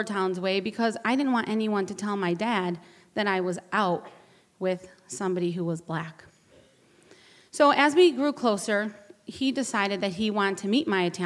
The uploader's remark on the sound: A special live edition of The Moth recorded at the Shubert Theatre in Boston.